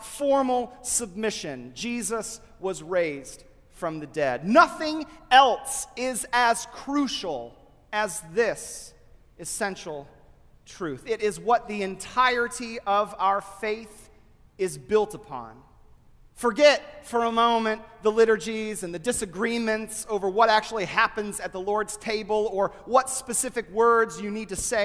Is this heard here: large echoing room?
yes